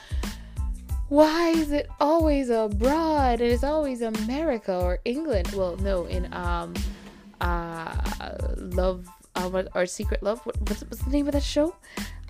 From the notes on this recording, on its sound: It took me a while to realize I was using the wrong mic. I was trying to figure out why I was loud and the echoey background when I finally decided to check if it was the mic, well yes it was.